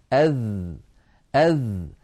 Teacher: الذال حرف يخرج من طرف اللسان مع أطراف الثنايا العليا، يعني هذا اللسان وهذا طرفه وهذه الأسنان العليا وهذا طرفها، نضع الطرف على الطرف، أذ، هذا هو حرف الذال.